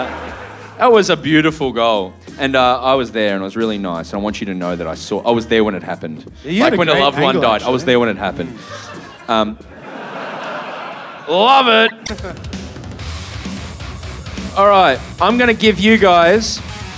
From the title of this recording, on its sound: Live From The Rhino Room Adelaide